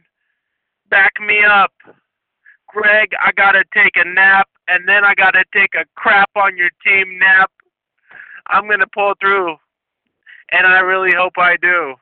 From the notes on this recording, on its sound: Via "The Football Hour" segment on 95.7 "The Game" radio. On via telephone to tell his own story. We have included audio of all of this in this segment of the podcast.